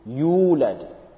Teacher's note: After ya, there is waw. So there's a little bit of stretching.